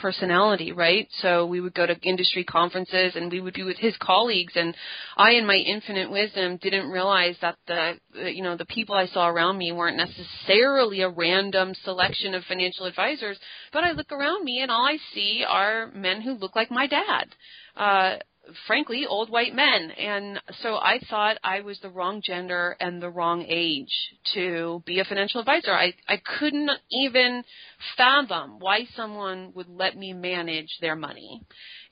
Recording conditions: phone line